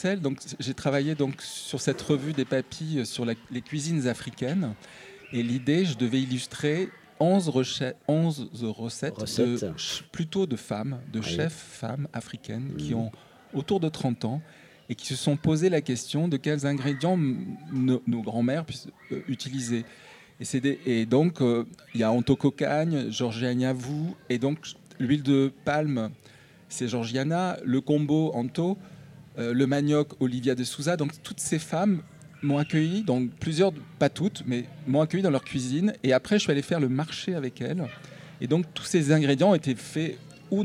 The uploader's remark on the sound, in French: Radio Grenouille au Festival Kouss Kouss 2023 - Le Monticole Culinaire. Le Grand Pastis délocalise son plateau et s'invite au Monticole Culinaire au Plan D'Aou.